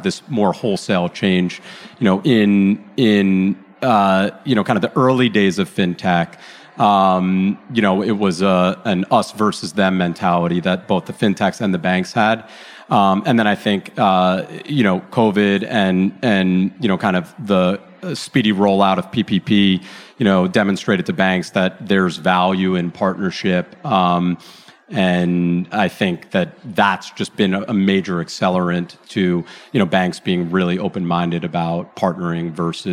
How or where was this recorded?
busy venue